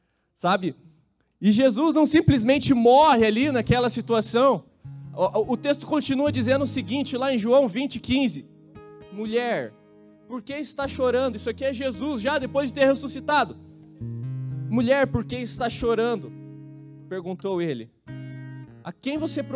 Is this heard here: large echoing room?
yes